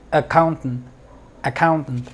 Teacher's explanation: no es con A, es con schwa al inicio, es accountant, accountant.